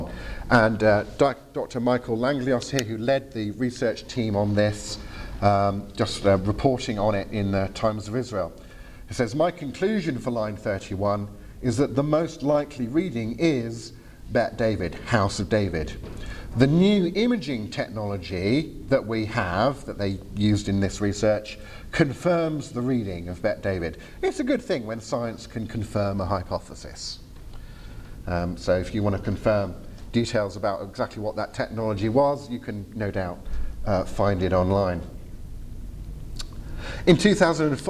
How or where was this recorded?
live audience